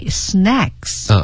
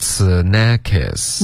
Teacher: 所以一个音节 snacks 变成了 snackis,三个音节了 · Shown in: first take